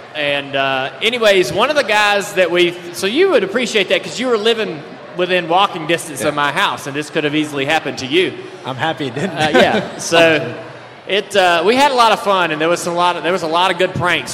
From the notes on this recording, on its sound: LIVE in Vegas. Live in Las Vegas at NASCAR After The Lap.